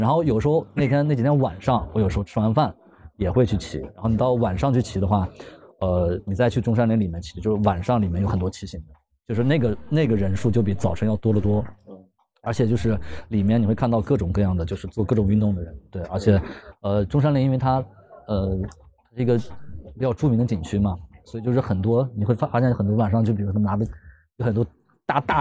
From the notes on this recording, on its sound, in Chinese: 12月初，我去浙江参加了大内密探组织的声量out活动，当时被“声音占领一座岛”这个slogan吸引。因为是室外录音，所以整体的声音效果不是很好，最后的配乐并不是我配的，而是现场到了DJ开始的时间了。